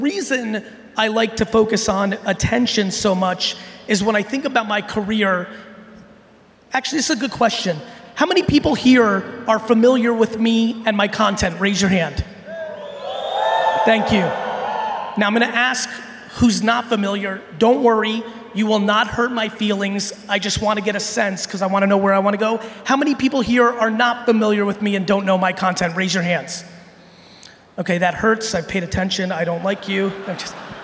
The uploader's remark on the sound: I'm sharing a keynote I gave recently in Brazil